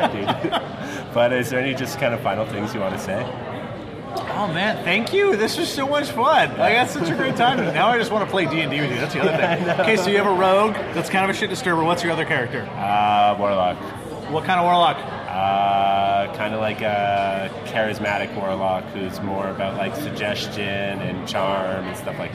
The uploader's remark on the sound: This podcast was recorded on location at Prairie Dog Brewing.